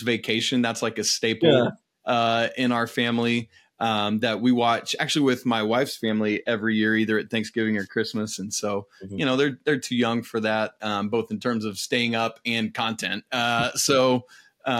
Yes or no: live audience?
no